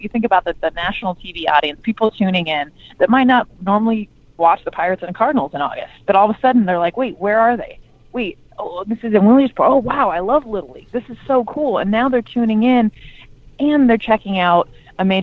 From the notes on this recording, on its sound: Got on the phone with ESPN baseball analyst.